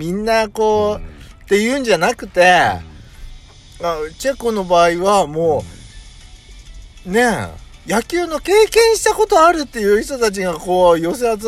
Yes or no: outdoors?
yes